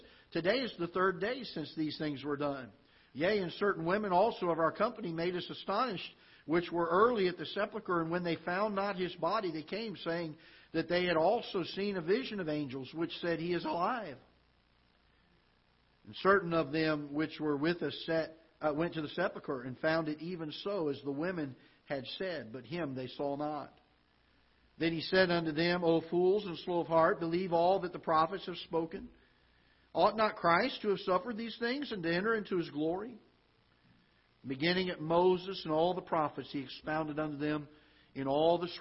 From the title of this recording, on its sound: Ketha Heights Baptist Church ~ Live Broadcast